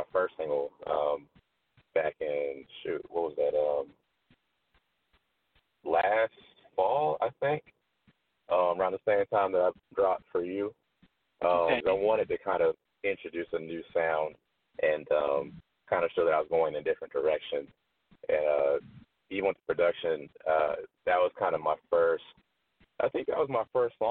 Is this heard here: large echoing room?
no